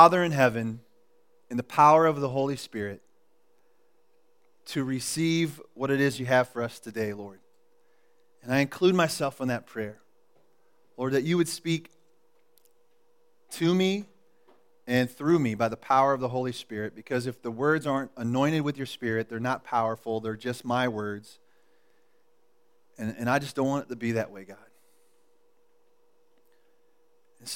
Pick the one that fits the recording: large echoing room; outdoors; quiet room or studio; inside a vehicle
large echoing room